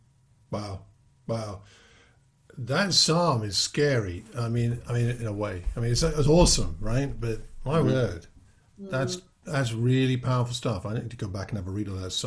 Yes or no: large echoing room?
no